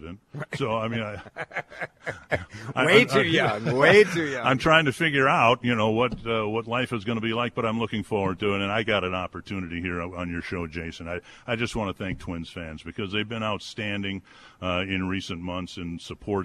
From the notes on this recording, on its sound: We are doing it LIVE from the Diamond Awards over at The Armory in Minneapolis for the Minnesota Twins’ Diamond Awards Ceremony